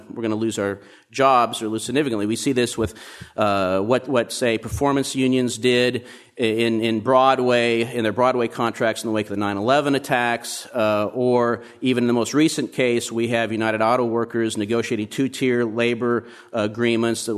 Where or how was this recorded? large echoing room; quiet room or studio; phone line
large echoing room